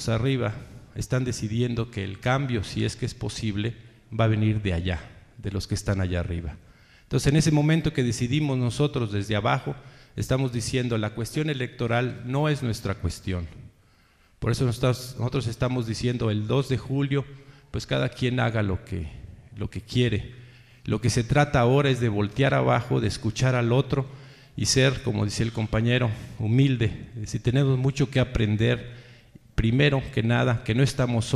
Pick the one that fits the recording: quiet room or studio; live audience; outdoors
live audience